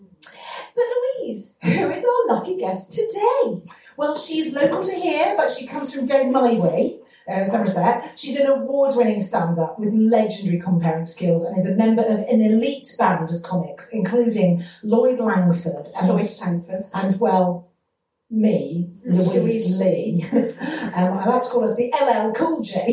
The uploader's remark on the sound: It was recorded at the Brighton Fringe at Sweet Venues, definitely not in a toilet. Apologies that it does sound a little toilety.